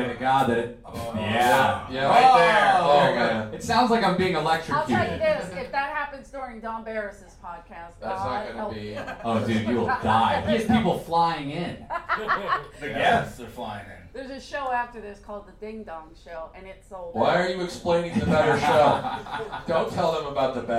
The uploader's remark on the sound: We're live in The Belly Room for Netflix Is A Joke: The Festival and we have a jam-packed show.